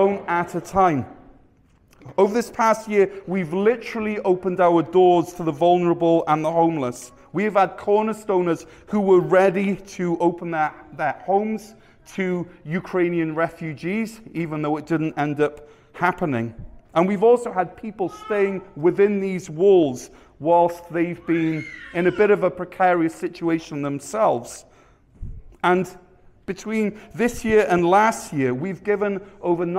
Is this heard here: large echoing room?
yes